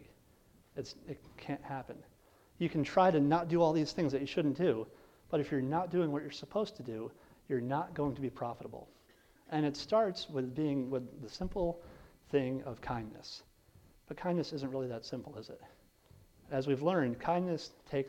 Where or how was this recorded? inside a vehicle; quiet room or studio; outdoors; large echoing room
large echoing room